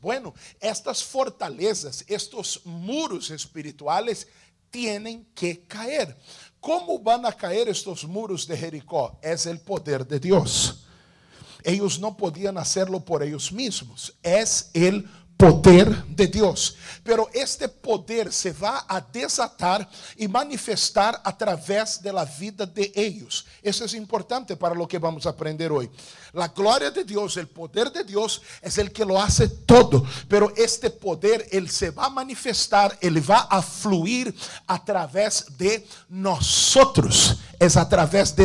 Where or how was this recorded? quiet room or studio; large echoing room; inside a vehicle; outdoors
large echoing room